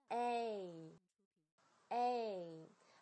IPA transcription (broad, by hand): ei